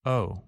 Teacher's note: we usually say the word quickly and with a lower tone of voice